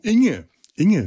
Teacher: Inge eine ganz komische Vokal-Konsonanten-Kombination ist, durch das dumpfe Ng am Ende und das hohe, klare I